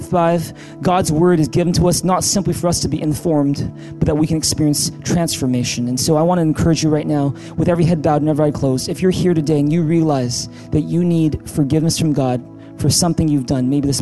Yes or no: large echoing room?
yes